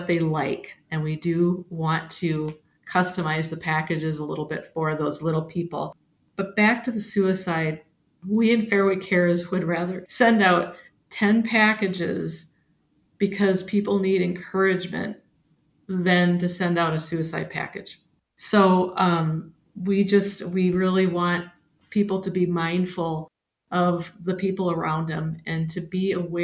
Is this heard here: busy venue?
no